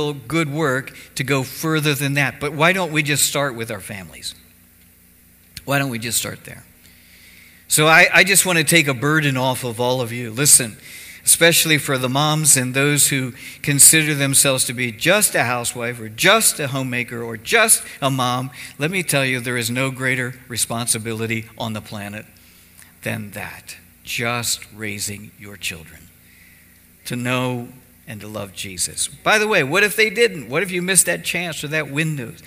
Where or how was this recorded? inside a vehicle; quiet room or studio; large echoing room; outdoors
large echoing room